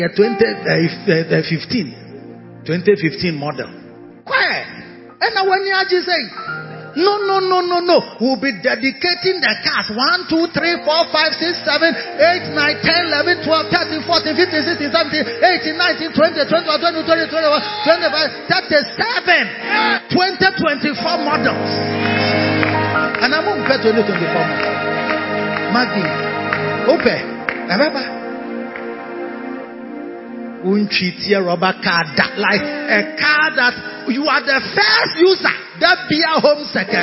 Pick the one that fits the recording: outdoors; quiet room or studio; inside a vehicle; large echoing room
large echoing room